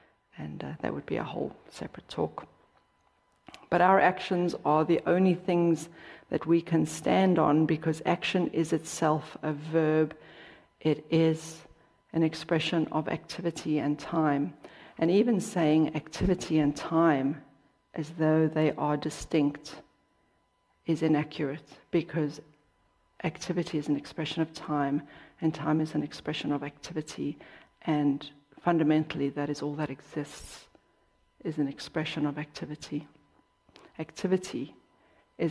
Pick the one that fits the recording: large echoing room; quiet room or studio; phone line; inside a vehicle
large echoing room